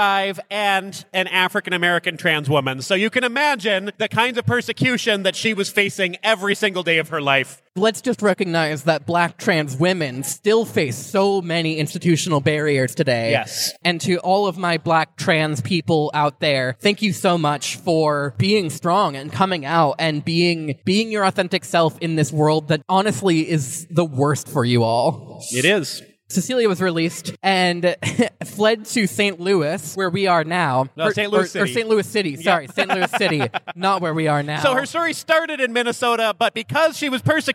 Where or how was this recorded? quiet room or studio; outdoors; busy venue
busy venue